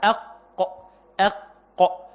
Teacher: أقصى اللسان من فوق، أقصى اللسان من فوق كده مع ما يحاذيها من الحنك الأعلى، أقصى حتة في اللسان ده، كأن أنا أعتبر أن ده اللسان، أقصى حتة في اللسان من فوق، من فوق هنا مع ما يحاذيها من الحنك الأعلى. أق هتلاقي اللسان بيتقعر من الخلف في نهاية من الخلف خالص كده، وتلاقي بيرتفع إلى فوق · Term: القاف